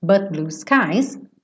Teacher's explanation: But blue, lembra? Eu ia fazer esse T, but, mas eu já tô fechando a boca pro B, blue, então o T acaba sumindo.